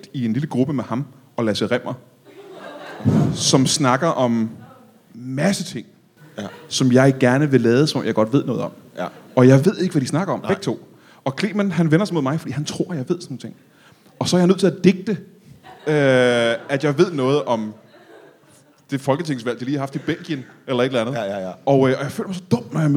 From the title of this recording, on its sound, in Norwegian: LIVE fra Comedy Zoo